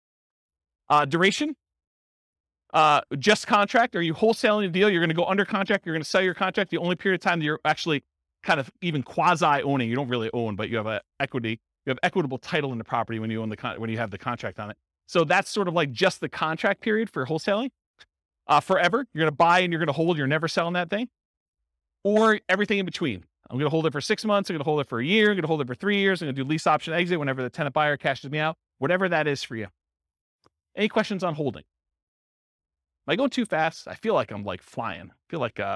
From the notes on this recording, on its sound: This was a live class recorded